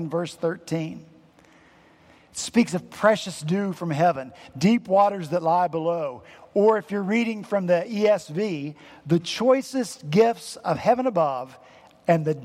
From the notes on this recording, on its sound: At Redeemer Presbyterian Church in Charleston, SC